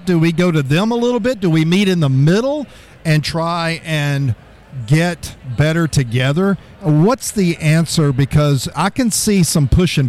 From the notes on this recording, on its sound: Live from Expo Expo 2022. From Downtown Louisville from IAEE Expo Expo.